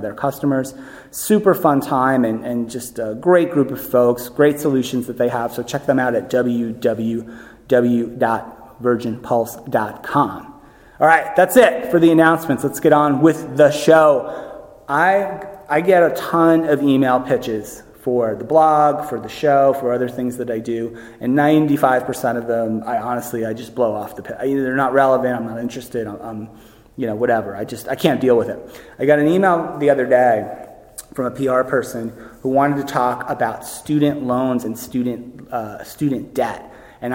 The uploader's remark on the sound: recorded live at the Health & Benefits Leadership Conference